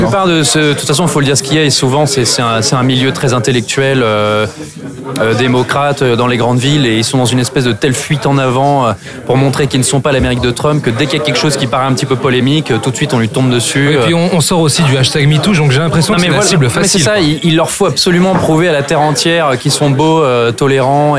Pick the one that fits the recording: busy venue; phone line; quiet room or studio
busy venue